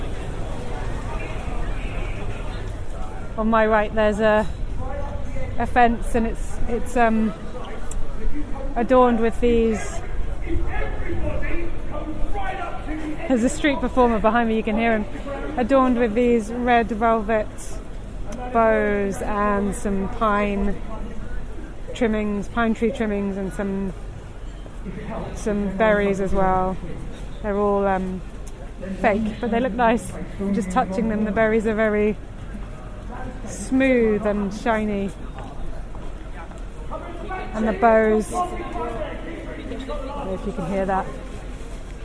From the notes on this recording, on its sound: More From Covent Garden. They’re sat outside a coffee and cookie place. This podcast is recorded in 3D sound! She invites you to join her out and about as she captures those small, magical moments of everyday life, in sound.